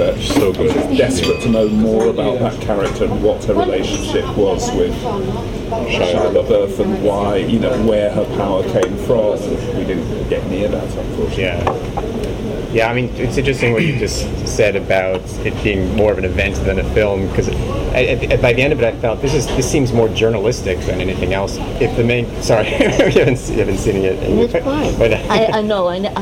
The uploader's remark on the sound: Live from Cannes 2016.